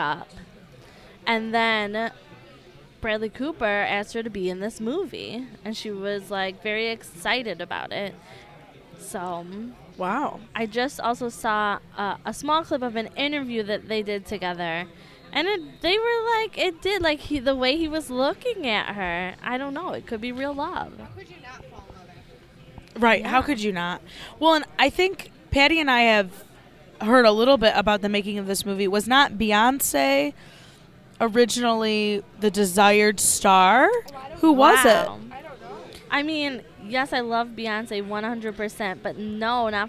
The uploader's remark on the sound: Live at Applebees